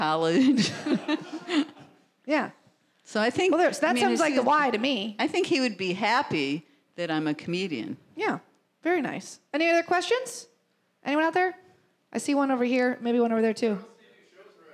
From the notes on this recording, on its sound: Live Show. Including questions from the audience.